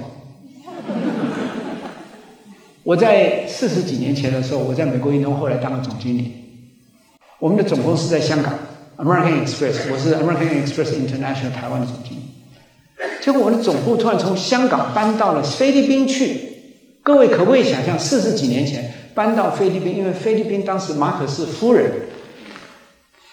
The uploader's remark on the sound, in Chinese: 高雄新書演講會現場錄音